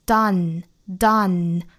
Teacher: 注意是一个倒三角啊和前鼻音 n 的音素组合